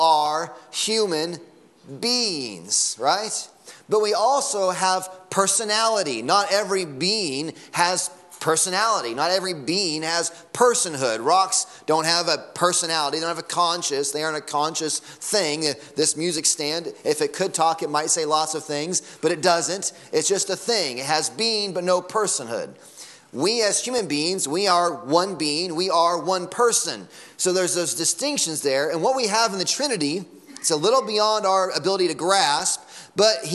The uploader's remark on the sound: Sunday Morning Sermon Audio